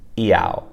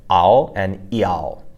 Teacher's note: basically start with an E sound and then transition into that froggy A-O